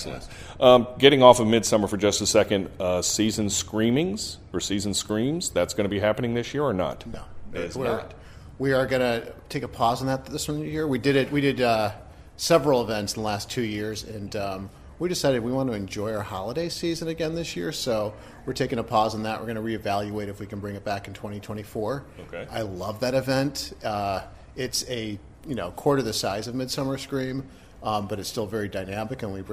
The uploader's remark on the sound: Interviews from the show floor.